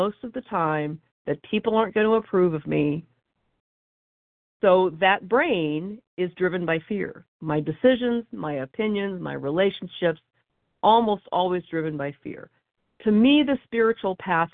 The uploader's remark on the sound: 100 Pounders Phone Meeting, 2/25/23